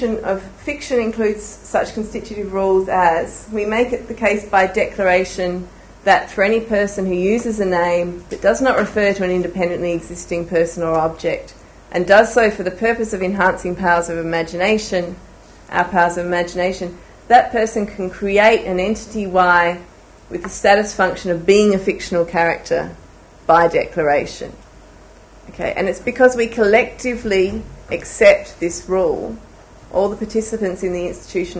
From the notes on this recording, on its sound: A public lecture held on 26 January 2011.